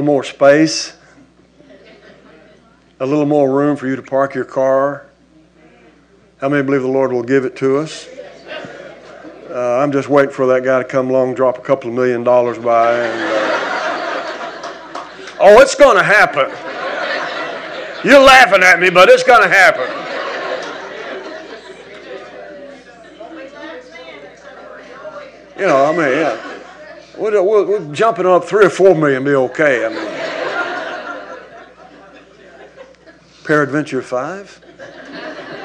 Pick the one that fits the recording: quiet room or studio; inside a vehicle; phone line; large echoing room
large echoing room